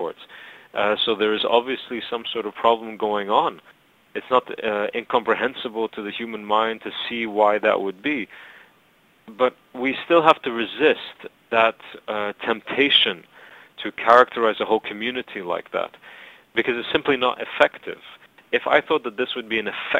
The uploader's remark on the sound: Recorded down the phone from Cairo - you may need to turn up your volume a bit.